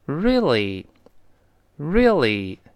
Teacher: happy that you could come."他说，"哎呦，你能来呀，我真的特别高兴。啊，他说，"I'm really happy 那么这个 I'm，哎，大家都很熟悉了。那我们单词跟读时呢，读成 I'm，I'm，它发 I 的声音。但事实上在口语中说的时候呢，这个 I 往往就不中毒了。你看我们听到的是嗯，嗯，嗯，由 I'm 弱化成了嗯，嗯，就这个 I 有点像发呃，呃，嗯，这么一个声音啊。后面这个真的 Really？呃，我们在群里边看到很多同学呢，这个还是发的有问题，这个不好发，啊，确实这个舌头呢，跟中文这，这个差别太大了，啊。那，主要是两个辅音，第一个是字母 R，一定记住舌尖要往回勾，一直勾向喉咙的方向，悬空着勾回来，vrr，vrr。然后呢，后面那个 L 呢，舌尖是往前指的，这反而不能勾了，跟舌尖抬起来，跟上牙膛粘一下